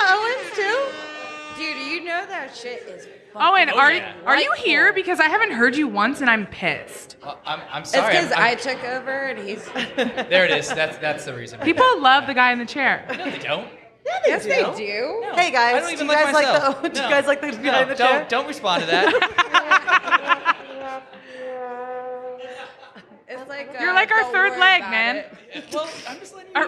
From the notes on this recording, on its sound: Live Show Pt. 1. The girls are coming to you live from their favorite place, Lakeside Lounge.